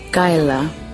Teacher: We use the first syllable, Kayala, and we create the K more like a G and K combination.